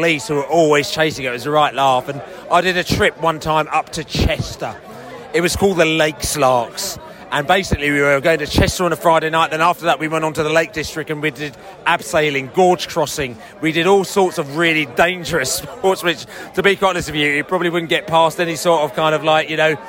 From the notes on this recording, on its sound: We spoke to fans in the stadium straight after the game and in the pub way way into the night